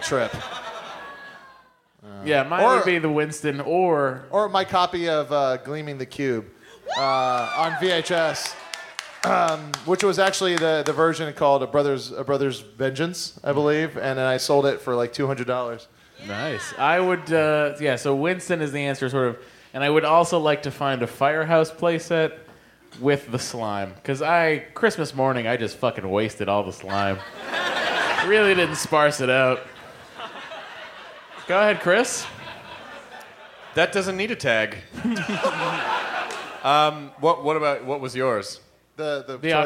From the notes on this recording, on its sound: Live from Fitzgerald's in Houston, Texas. Talk to a teacher audience member.